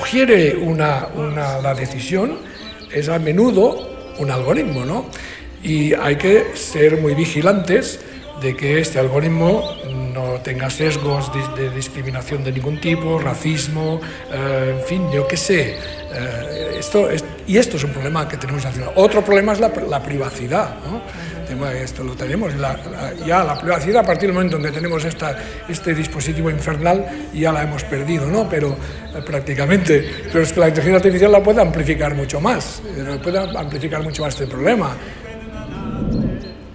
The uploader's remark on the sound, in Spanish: Escapa del ruido de la ciudad para cobijarse en el jardín de ‘La Biblioteca de la Memoria’, un lugar más asimilable a las condiciones del entorno ancestral en el que tomó forma nuestro actual cerebro.